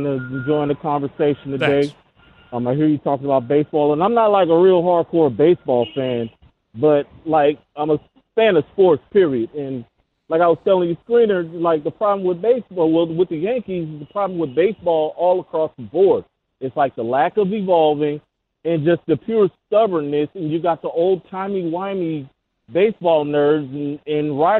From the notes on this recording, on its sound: Plus, we open the phones.